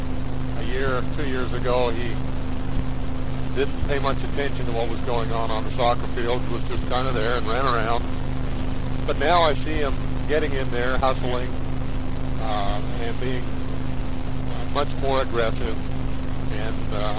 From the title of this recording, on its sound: Driving Home from work